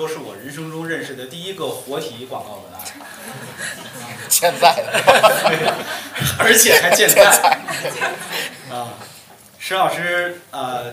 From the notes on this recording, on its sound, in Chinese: 同近百位在场的读者朋友谈了一些与广告创意业务、行业相关的问题。这是不久前《文案的自我修养》一书在北京建投书店举办的读者沙龙——「创意工人聊天会」的现场录音。到场的既有各路老朋友，也有来自各互联网公司、广告公司、创业工作的相关同行。